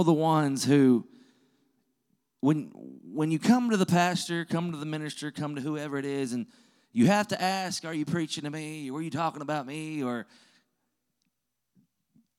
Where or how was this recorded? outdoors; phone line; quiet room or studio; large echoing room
large echoing room